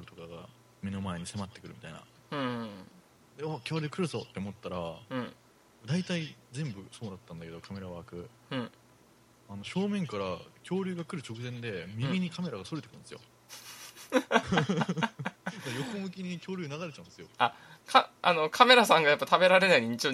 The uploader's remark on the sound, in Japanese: 録音失敗しているので音量を上げてお楽しみ下さい。